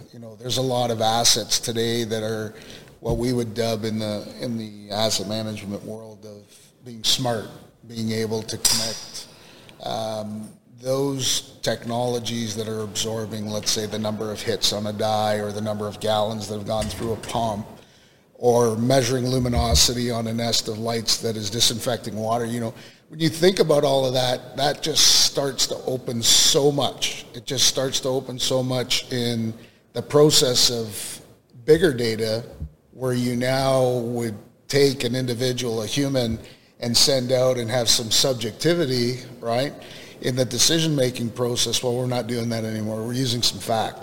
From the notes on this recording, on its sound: Industrial Talk is onsite at Hexagon LIVE